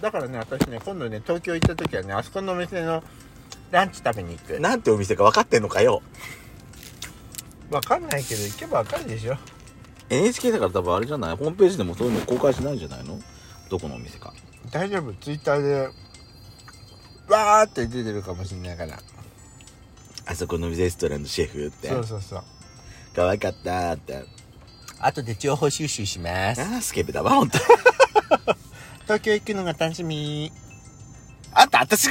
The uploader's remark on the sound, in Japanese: パーキング収録